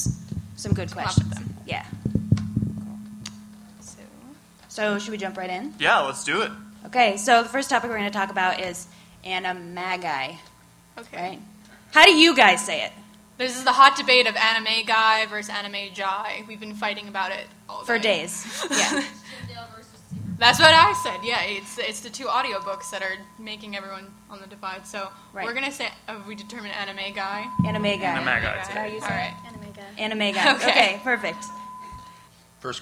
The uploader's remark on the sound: We are LIVE at MISTI-Con!